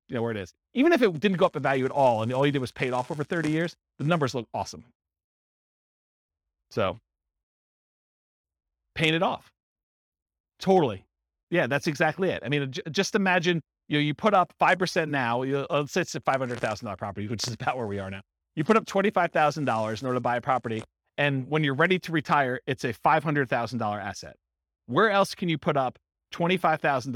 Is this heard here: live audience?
yes